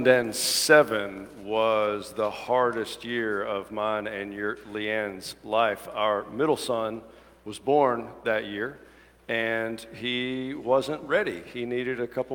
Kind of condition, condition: setting, large echoing room